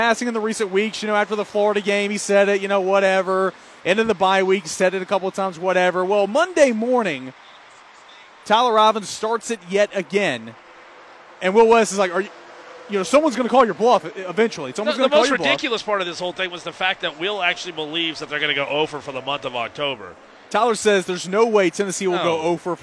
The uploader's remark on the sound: Recording from the rooftop of Toyota of Knoxville in West Knoxville on I-40